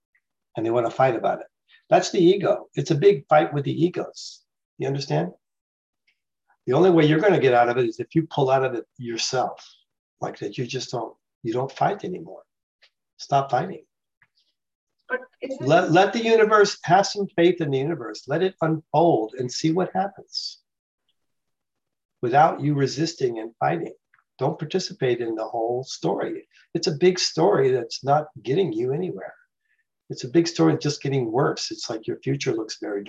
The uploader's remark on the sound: The shows are now all hosted on Zoom.